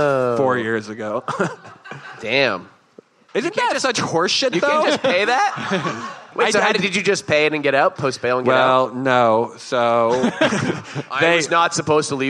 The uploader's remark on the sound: Live at SXSW. Live from Austin Texas.